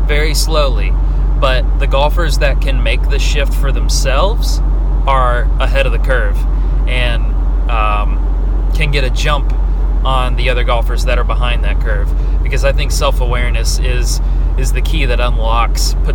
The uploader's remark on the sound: I rant in my car